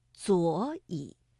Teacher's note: 第一个左和以这个赏声字相连，所以读二四调